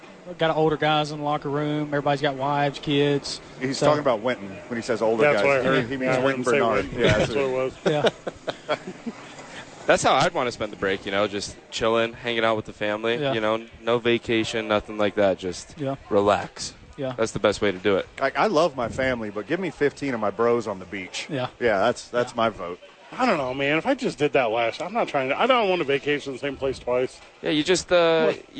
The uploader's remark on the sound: live from Isotopes Park